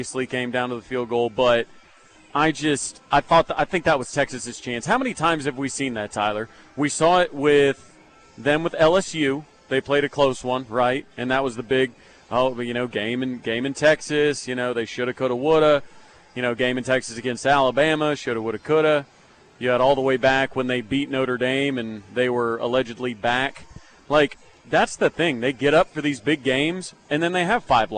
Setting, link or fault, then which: setting, outdoors